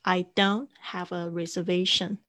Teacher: 这个 N T 这样子结尾的声音，有时候 T 的声音呢就非常弱，非常弱